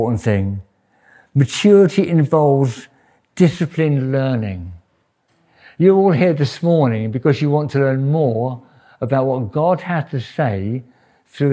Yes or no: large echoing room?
yes